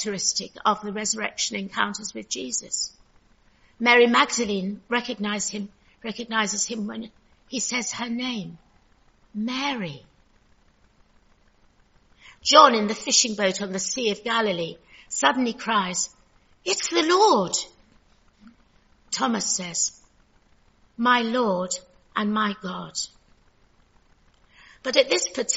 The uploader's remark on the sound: Recorded at the 10:30 service on Sunday 16th April 2023 at St Andrew’s Church, Malvern.